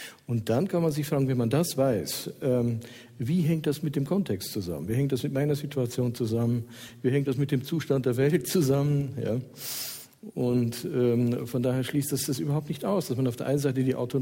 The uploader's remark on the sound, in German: Live aus dem Schloss Gottesaue in Karlsruhe